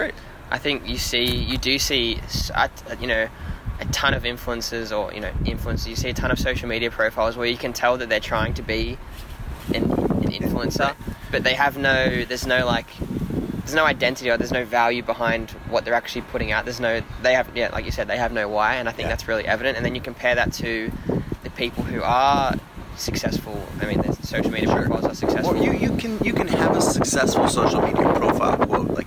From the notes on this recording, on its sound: This is recorded outside. There’s wind noise and it takes over at times.